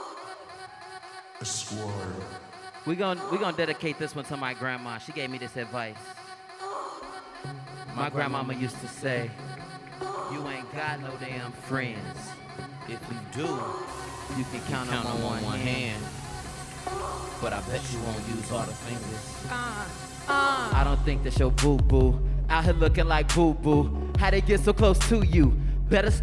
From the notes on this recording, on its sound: Live At Steppenwolf Theater